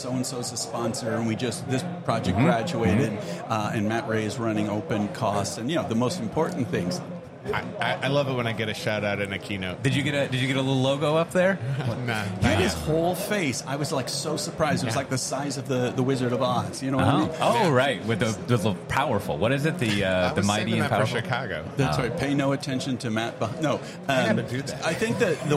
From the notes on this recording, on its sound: record live from KubeCon EU